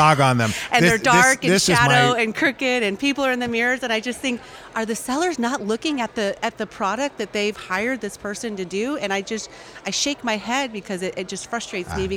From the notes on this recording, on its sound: Took the show on the road to the Missouri Realtors Spring Business Conference.